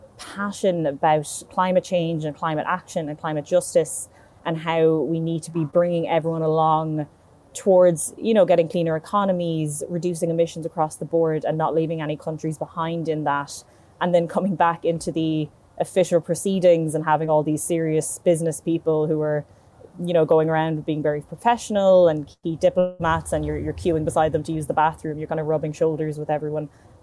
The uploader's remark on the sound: live from the Cop26 climate summit